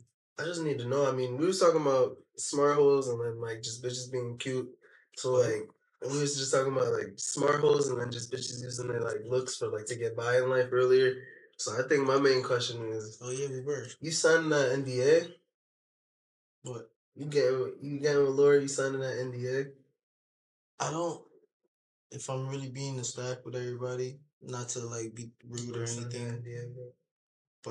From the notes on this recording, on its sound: Lastly, we apologize for the technical difficulties from this episode and last episode.